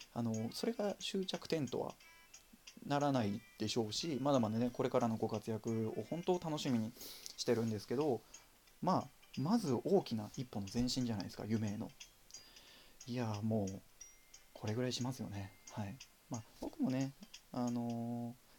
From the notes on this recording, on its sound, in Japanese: From Radiotalk。マイク感度が低く音が小さいです。音量を上げてお楽しみください。